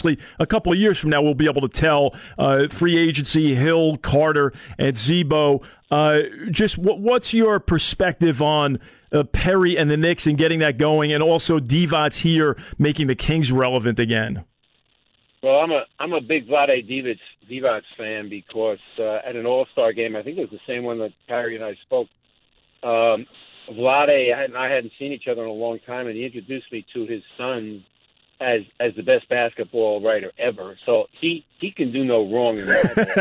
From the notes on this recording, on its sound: calls from KFBK listeners